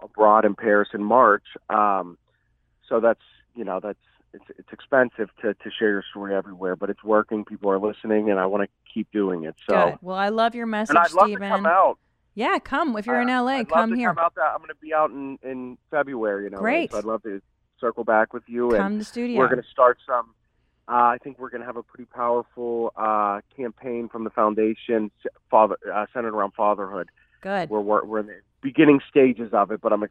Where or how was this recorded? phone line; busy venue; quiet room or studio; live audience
phone line